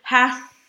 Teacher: You can still breathe through it. So it's not hath and stopping, but hath, and you get that fricative sound.